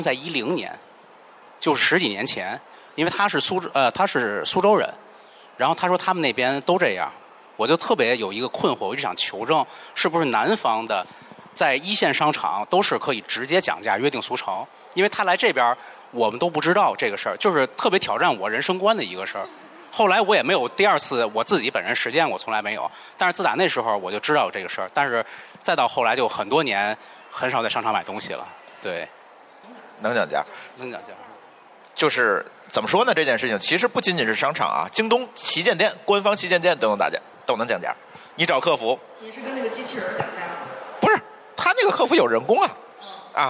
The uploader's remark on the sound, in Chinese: 本期播客为《记者下班》首场线下听友开放麦录制，与天津万象城联合制作。现场还意外遇到了几位之前参与过节目录制的嘉宾朋友。